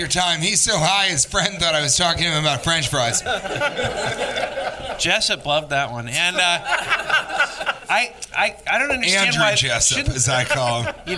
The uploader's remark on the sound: Live from Virginia Beach Funny Bone